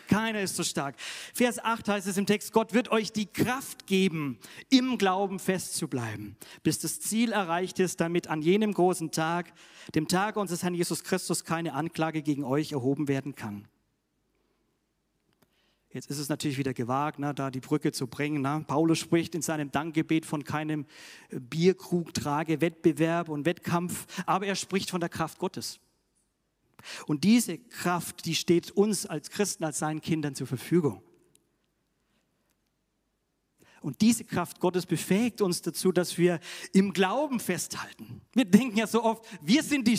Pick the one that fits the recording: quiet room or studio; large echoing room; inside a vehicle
large echoing room